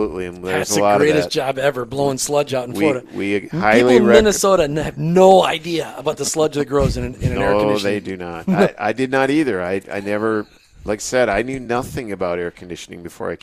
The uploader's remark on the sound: on location this afternoon at the Headquarters of Aqua Plumbing and Air in Sarasota